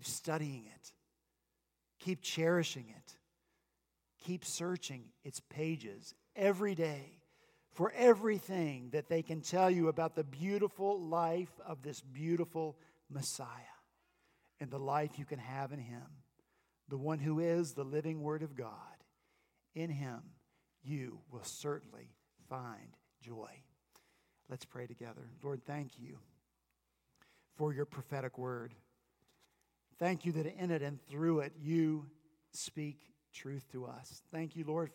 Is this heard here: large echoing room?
yes